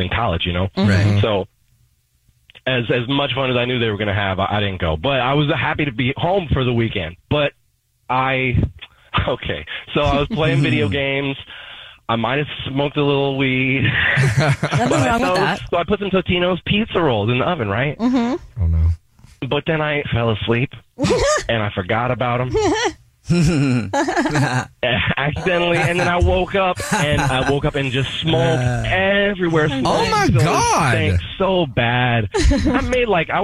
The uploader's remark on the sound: The man on the phone